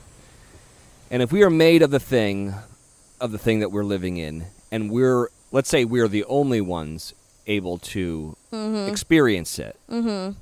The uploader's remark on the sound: The sounds of Mexico accompany your hosts as they bring us along on their adventure in paradise. Listen to the sound of the waves.